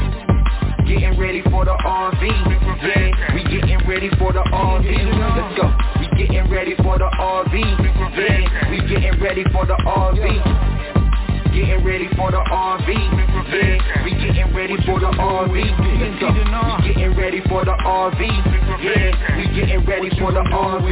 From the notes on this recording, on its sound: TNTSuperfantastic Conference Call.